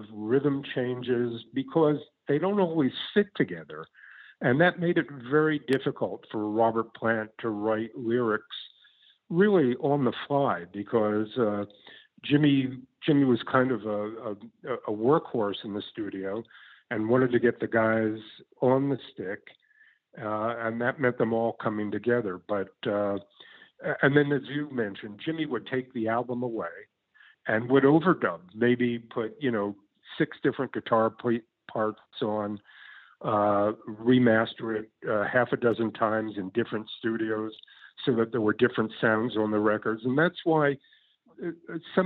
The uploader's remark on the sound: via internet phone